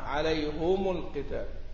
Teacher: عليهم، لأن هنا جمع وجاء قبلها الياء، الهاء الضمير جمع وجاء قبلها ياء، إذن هو بيقرأها لوحدها عليهم، إذن إذا وصل وجاء ساكن يضم الميم معها